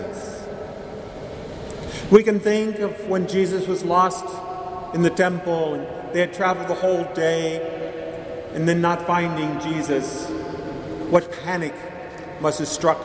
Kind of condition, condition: setting, large echoing room